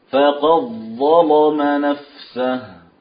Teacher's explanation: تغليظ اللام حين قرأ فقد ظلم نفسه